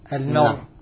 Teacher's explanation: عند السكون المحض الراء مفخمة